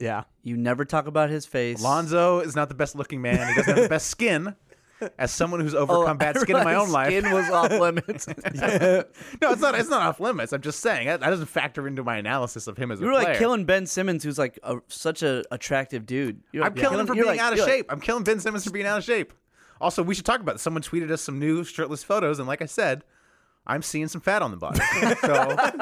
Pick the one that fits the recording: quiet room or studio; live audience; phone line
quiet room or studio